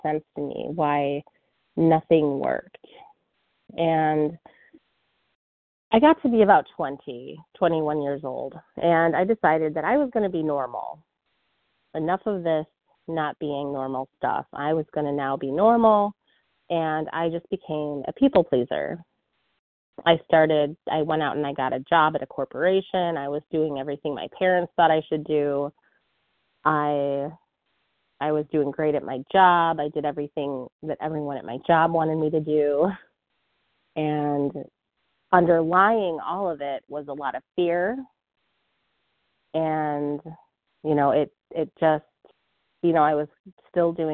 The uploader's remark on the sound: 100 Pounders Phone Meeting